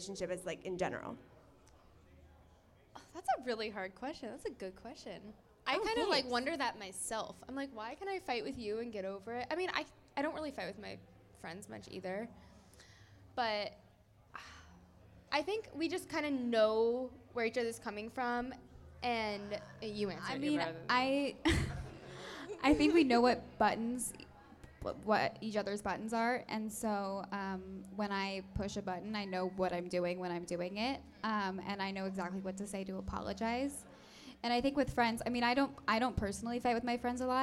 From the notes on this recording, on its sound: LIVE EVENT. Friday night was SUCH a success - it was so amazing to meet all of our sisters and celebrate a night of sisterly vibes.